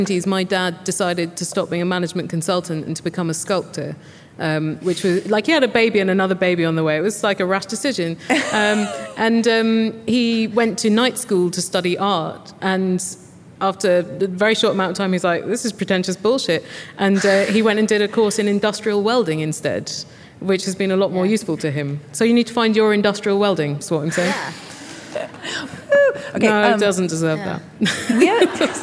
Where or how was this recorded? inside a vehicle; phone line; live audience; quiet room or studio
live audience